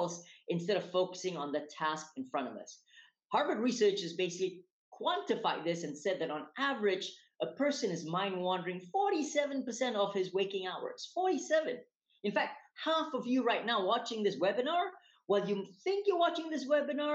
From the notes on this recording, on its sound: recorded webinar series